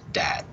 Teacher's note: So that's going to be things like with the Spanish accents, a lot of times you'll hear a dentalization of the TH sound. So instead of hearing that, they'll use dat or something along those lines.